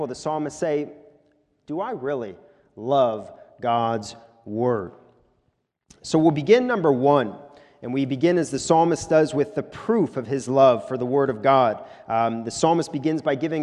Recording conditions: large echoing room